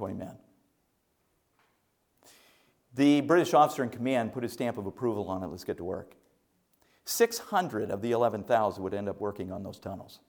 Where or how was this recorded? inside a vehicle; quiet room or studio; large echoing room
large echoing room